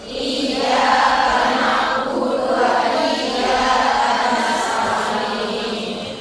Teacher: Iya, ya-nya panjang. Iyyaka, k-nya pendek.